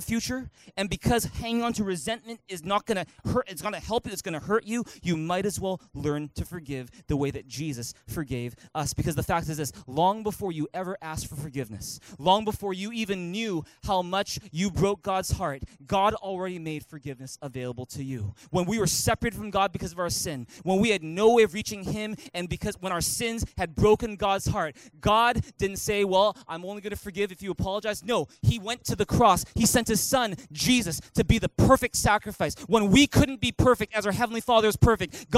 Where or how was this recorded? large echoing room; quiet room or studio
large echoing room